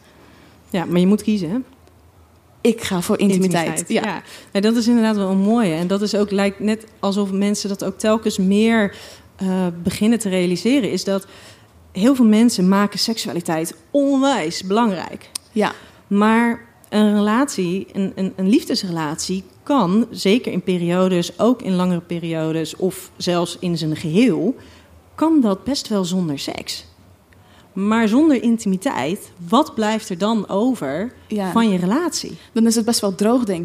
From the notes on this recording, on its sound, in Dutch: Live vanaf Noorderzon